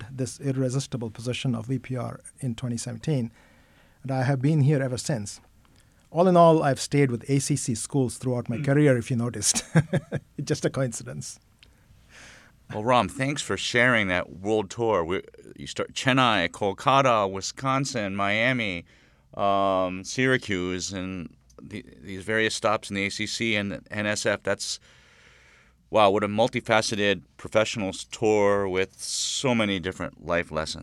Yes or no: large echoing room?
no